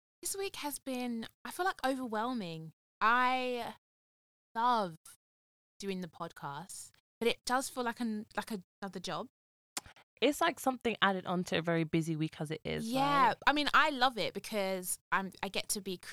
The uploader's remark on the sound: we had a lot of technical difficulties